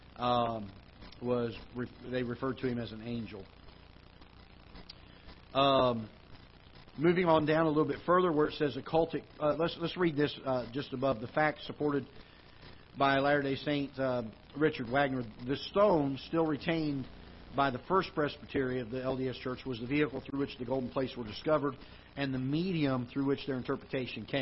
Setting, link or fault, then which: setting, large echoing room